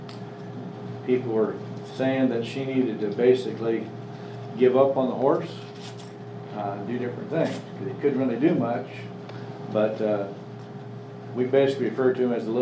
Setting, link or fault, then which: setting, live audience